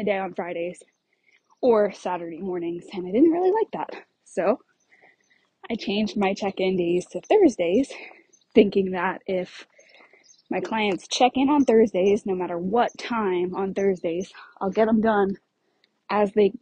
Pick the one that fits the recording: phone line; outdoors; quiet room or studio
outdoors